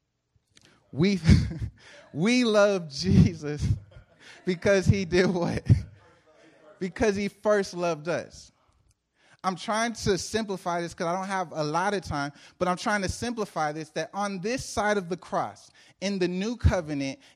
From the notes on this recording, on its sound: Preached April 5, 2014 at The Living Room Church in Van Nuys, CA.